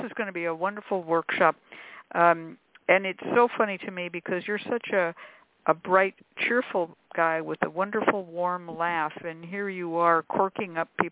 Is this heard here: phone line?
yes